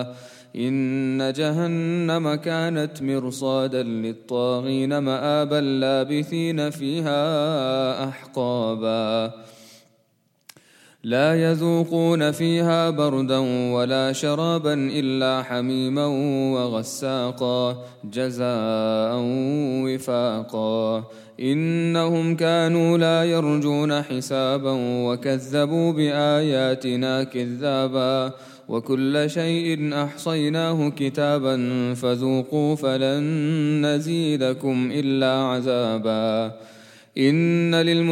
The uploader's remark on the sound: at the Houghton Masjid (West Street)